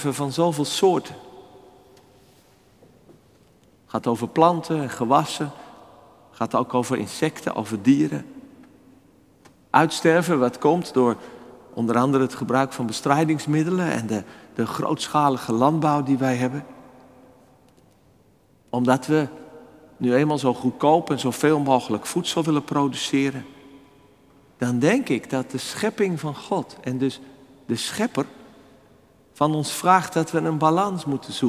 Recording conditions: large echoing room